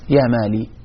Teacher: المقصود بهذا بهاتين اللغتين أنه أنت في قولك يا مالك هذه مبنية على الضم كما ترى، تريد أن تخفف الكلمة بالترخيم فتحذف الكاف. إذا حذفت الكاف تبقى اللام مكسورة، لأن اللام أصلا مكسورة، يا مالي، فأنت كأنك حذفت الكاف وتنتظرها. · Term: لغة من ينتظر